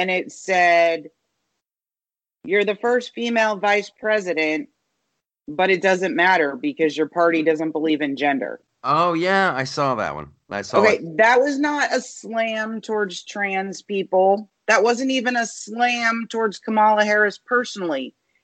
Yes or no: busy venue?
no